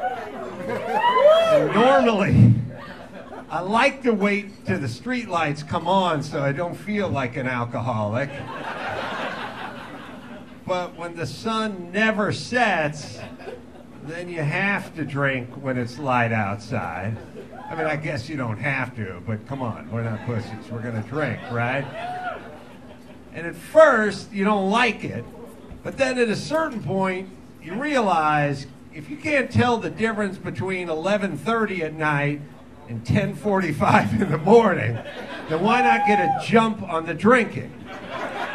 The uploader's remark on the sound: Live from Chilkoot Charlie's in Anchorage, Alaska. Invites a couple of Anchorage locals to join him on stage to play The Rotten Tomatoes Game.